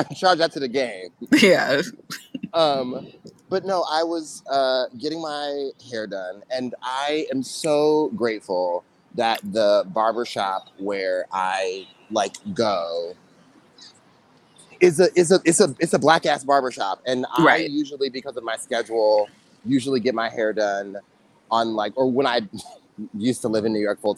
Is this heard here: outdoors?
yes